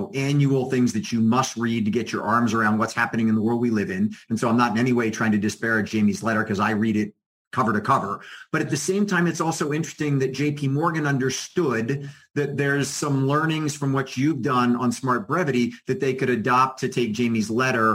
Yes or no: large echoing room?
no